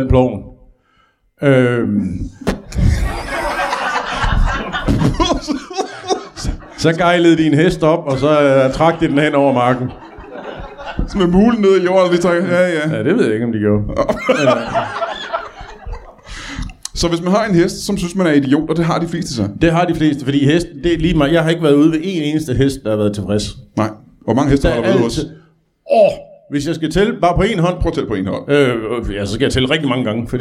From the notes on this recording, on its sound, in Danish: LIVE fra Tobbers i Kolding. Optaget foran et mageløst publikum på gode gamle Tobbers i Kolding.